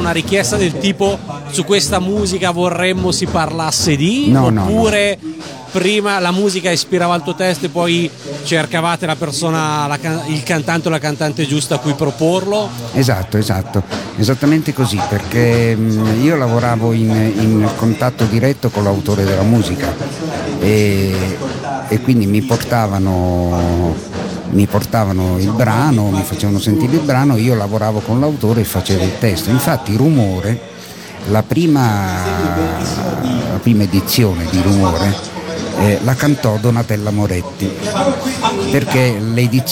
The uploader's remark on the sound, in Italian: Una intervista a tutto tondo, realizzata a San Marino Comics